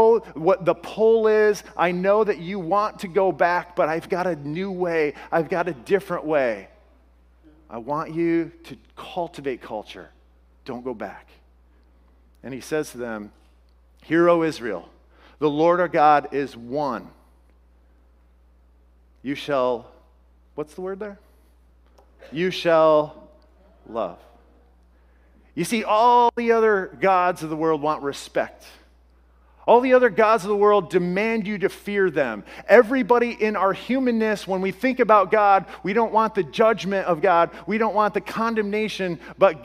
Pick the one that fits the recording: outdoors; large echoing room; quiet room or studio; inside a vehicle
large echoing room